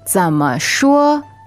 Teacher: that 怎 goes low, and 说 is first tone, flat and high